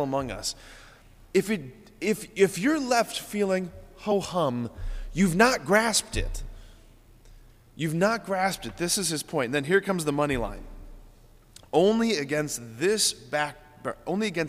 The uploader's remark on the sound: preached this homily on January 23, 2024 at Sacred Heart of Jesus Catholic Church in Wadsworth, OH